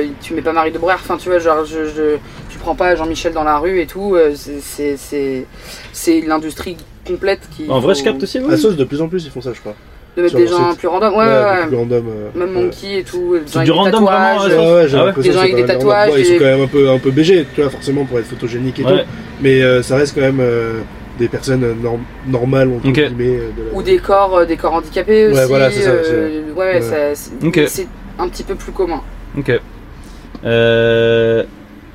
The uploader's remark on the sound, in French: en direct du van